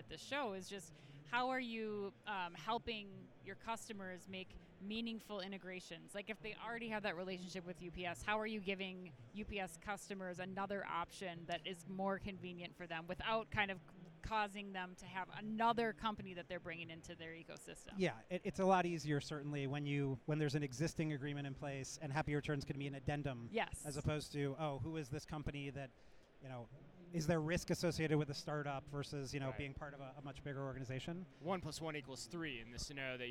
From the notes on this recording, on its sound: We go live from Manifest 2024.